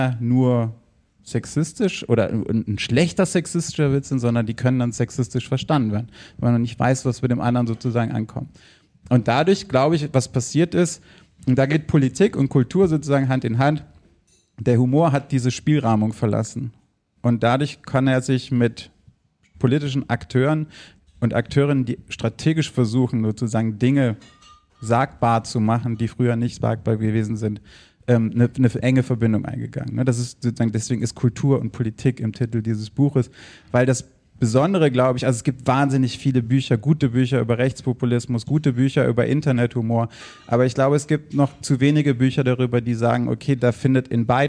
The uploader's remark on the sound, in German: live im Afterwork